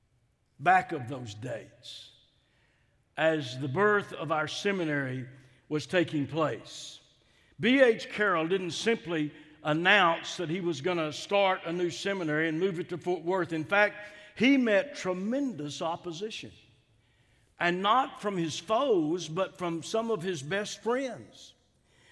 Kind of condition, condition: setting, large echoing room